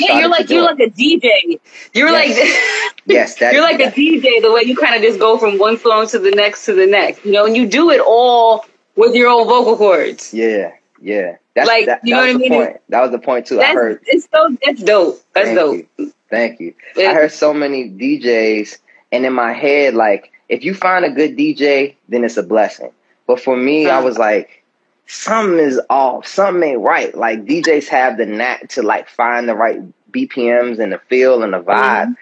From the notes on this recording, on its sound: a special Instagram Live #WFH edition